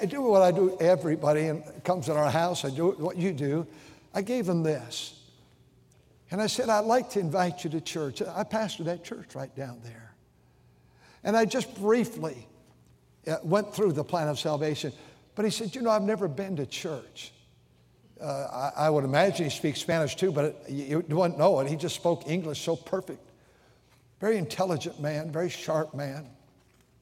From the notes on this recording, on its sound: during the Wednesday Evening service on October 25, 2023, at North Valley Baptist Church in Santa Clara, California.